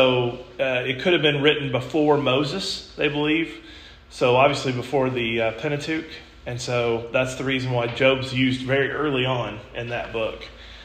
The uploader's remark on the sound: This podcast was recorded at the Summerdale Church of Christ.